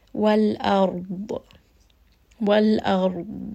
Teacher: So you can hear that sound is kind of continuing, but I'm not saying wal-ard, wal-ard. So there's no very obvious bounce because dad is not a qalqala letter.